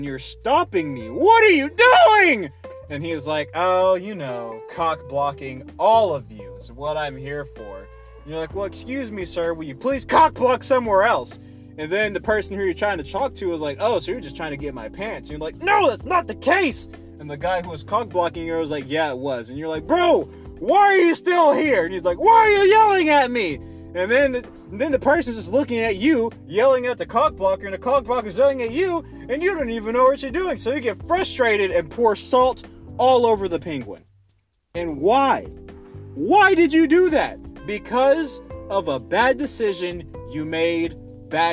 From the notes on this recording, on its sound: I wanted to go outside, sit in my car and speak what's on my mind